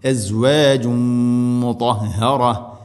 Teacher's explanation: തൻവീനിനെ മീമിലേക്ക് കൂട്ടി ലയിപ്പിച്ച് മണിച്ചുകൊണ്ട് ഉച്ചരിക്കണം · Term: ഇദ്ഗാം ബിഗുന്ന